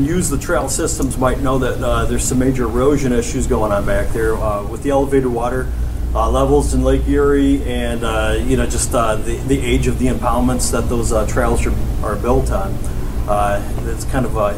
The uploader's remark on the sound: 'Quality of Life' panel at Monroe County Chamber breakfast. When the Monroe County Chamber of Commerce held its breakfast program today.